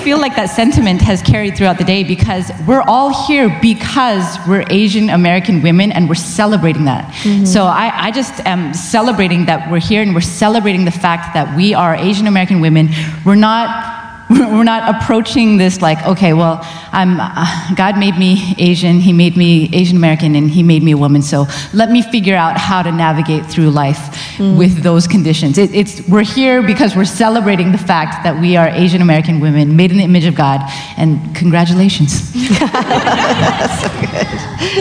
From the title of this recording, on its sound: SIH Live Event recording 2020